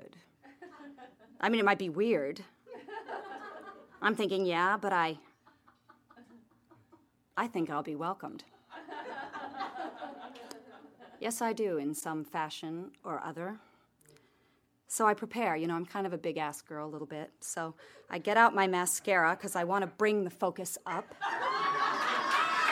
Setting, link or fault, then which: setting, live audience